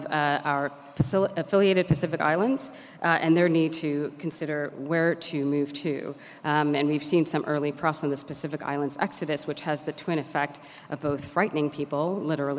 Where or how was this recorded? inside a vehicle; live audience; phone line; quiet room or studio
live audience